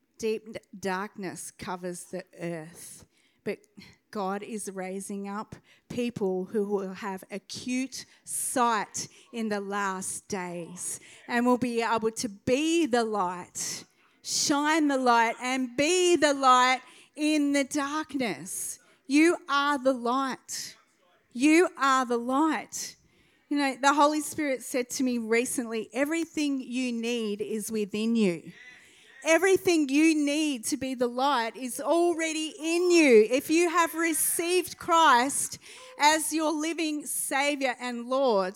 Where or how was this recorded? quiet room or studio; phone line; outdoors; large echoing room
large echoing room